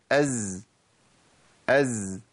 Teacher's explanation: طرف اللسان مع ما بين أطراف الثنايا العليا والسفلى، أقرب للسفلى